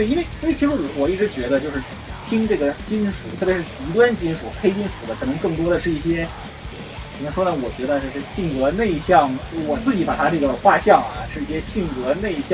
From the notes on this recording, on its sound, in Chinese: 这期用手机录的，音质有限。